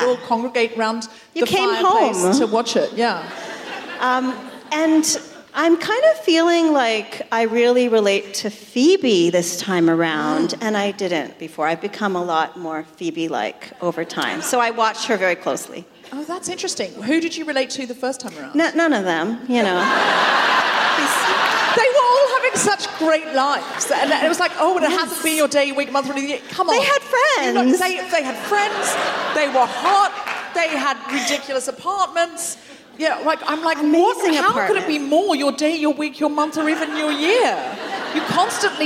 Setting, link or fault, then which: setting, live audience